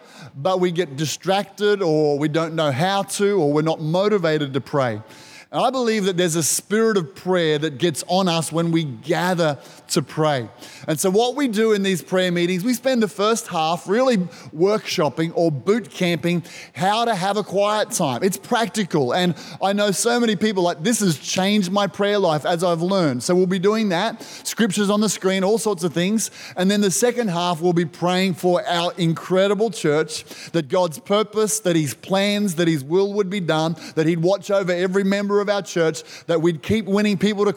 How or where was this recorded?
large echoing room